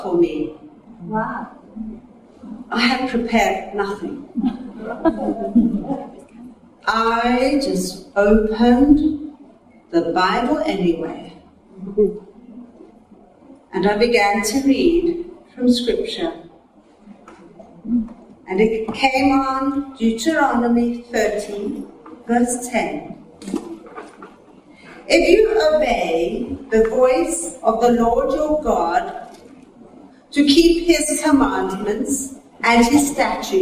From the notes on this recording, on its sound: Recorded at a teaching meeting